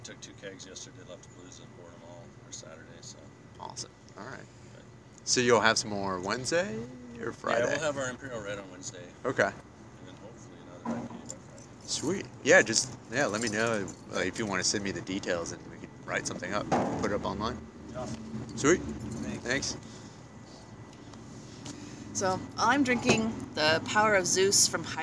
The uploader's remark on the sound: We recorded at Shoe's & Brews in Longmont, CO.